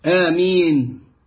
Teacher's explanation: بقصر الهمز ومد الياء